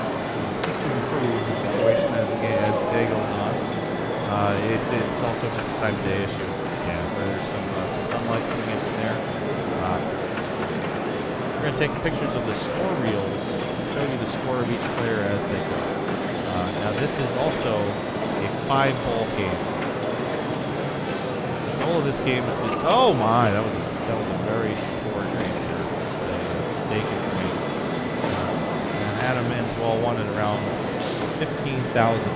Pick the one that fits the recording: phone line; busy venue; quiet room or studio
busy venue